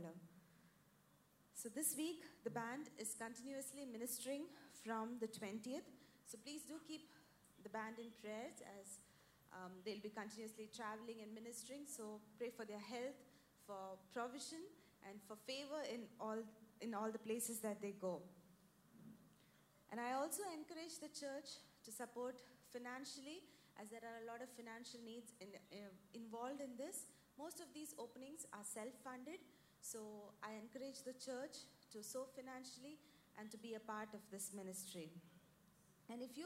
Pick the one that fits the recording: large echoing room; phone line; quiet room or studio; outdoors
large echoing room